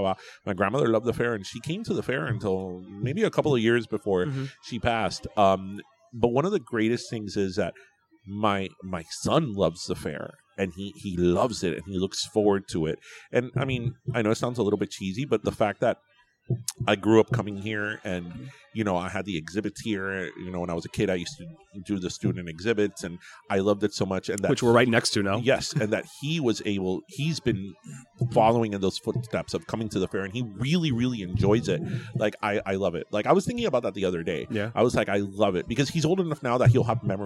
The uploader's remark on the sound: Live from The (Youth) Fair!